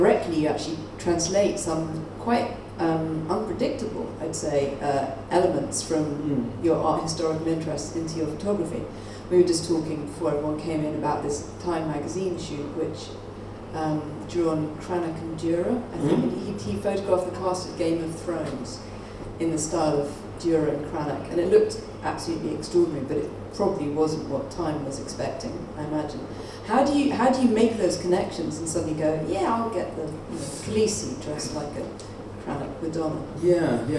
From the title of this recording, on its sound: lecture at the 2018 London Original Print Fair